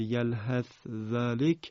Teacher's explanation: ادغام ثا در حرف ذال هم که یک مورد در قرآن هست